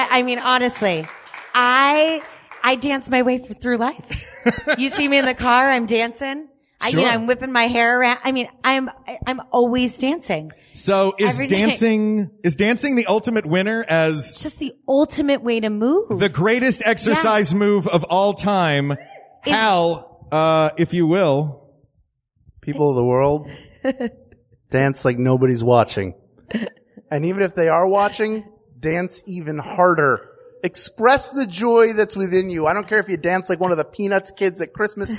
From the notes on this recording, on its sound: A workout in front of an audience at Booty Works.